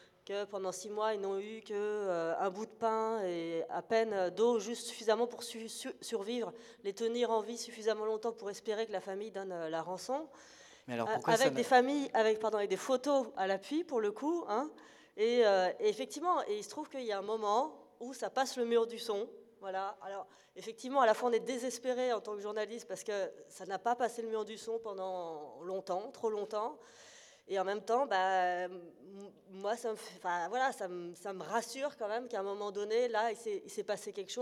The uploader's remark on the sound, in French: nous nous questionnons en public à la Générale